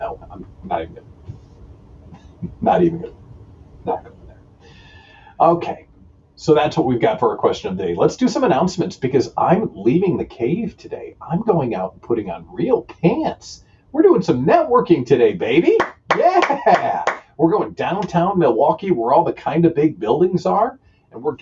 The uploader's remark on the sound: (And, yes, my microphone malfunctioned, sorry for the terrible audio.)